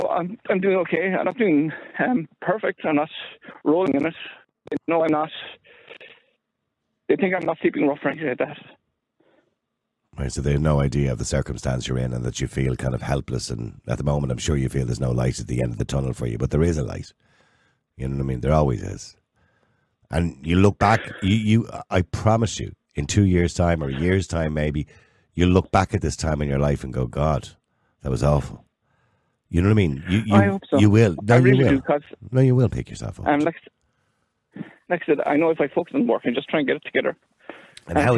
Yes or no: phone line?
yes